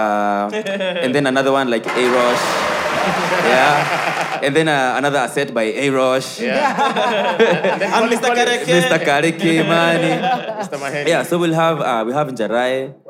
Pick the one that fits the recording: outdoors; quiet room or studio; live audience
live audience